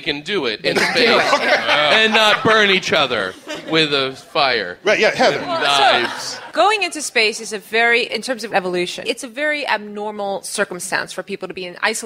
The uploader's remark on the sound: Live at the Bell House.